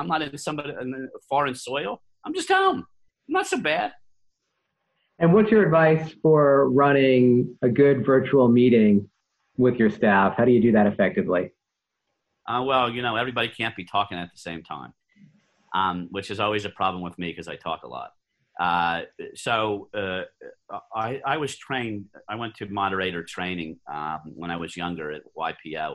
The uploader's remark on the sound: via Zoom